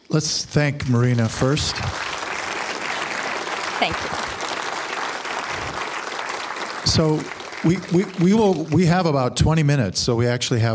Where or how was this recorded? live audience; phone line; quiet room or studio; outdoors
live audience